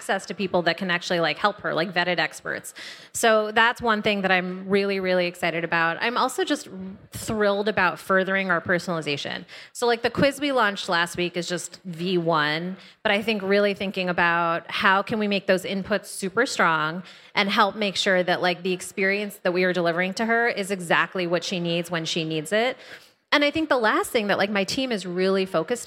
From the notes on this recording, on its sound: Live from our 2022 Wellness Means Business event. Fireside chat.